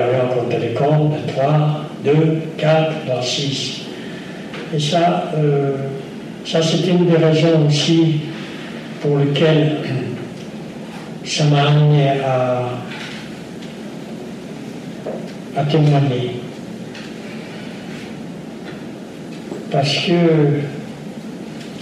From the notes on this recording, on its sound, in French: Lors de cette conférence. Répond aux questions de l'assistance.